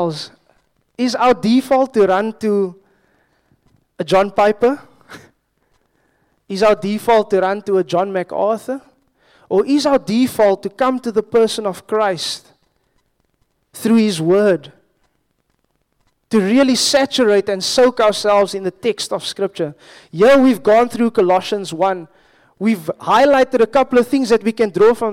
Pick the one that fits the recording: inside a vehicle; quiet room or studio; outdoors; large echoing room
large echoing room